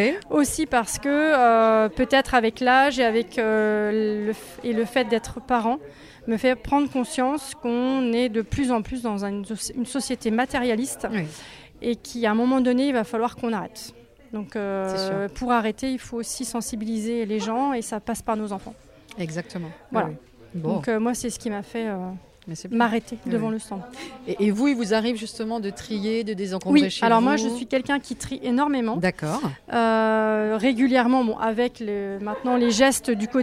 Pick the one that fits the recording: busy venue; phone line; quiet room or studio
busy venue